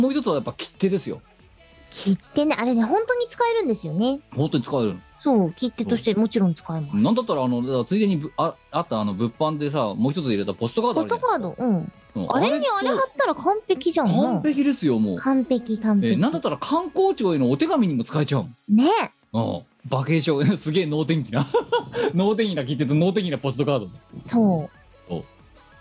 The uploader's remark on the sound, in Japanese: 本番組はリモート収録です。収録時環境の影響により、聴き取り辛い部分があります。またもや月曜深夜に収録するラジオ。途中で色々とノイズ等入りますが、収録時のものです。